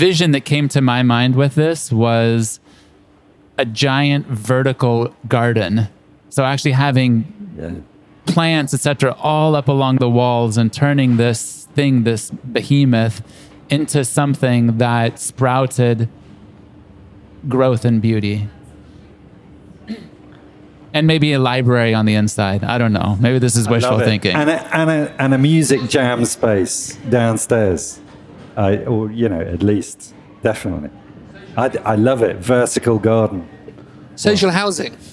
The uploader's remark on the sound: Taped live at Aaliya's Books.